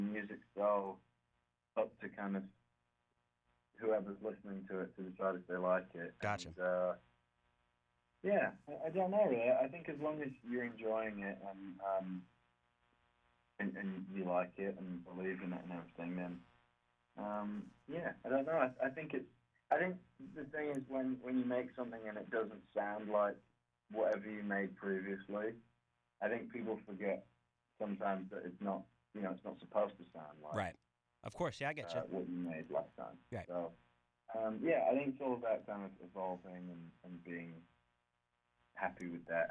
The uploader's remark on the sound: called into the show